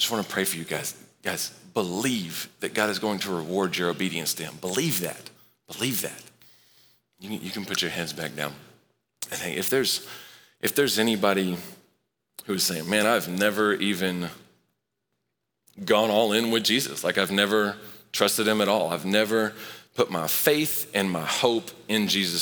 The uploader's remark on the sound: Recorded live at Long Hollow Church on May 30, 2023.